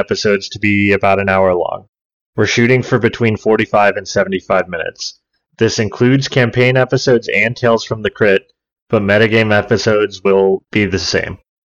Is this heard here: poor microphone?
yes